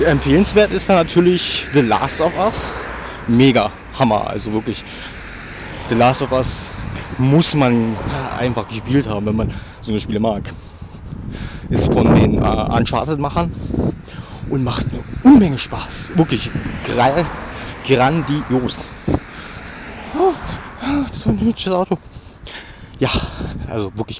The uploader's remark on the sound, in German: Bitte Entschuldigt das Rauschen es war doch ziemlich windig.